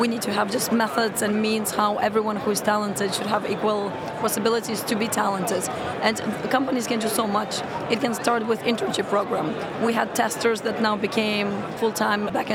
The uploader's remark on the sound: Slush, Helsinki. The first of three episodes recorded at Slush in Helsinki, that we produced in partnership with Remote, the global HR platform, where we recorded a series of interviews from Remote's booth with a number of the speakers and attendees.